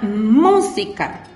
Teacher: Se carga la voz en la antepenúltima sílaba. Y es una palabra esdrújula.